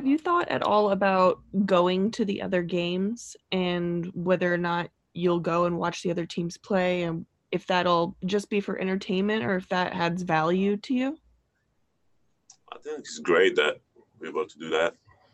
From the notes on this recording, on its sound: talked to the media via Zoom conference after practice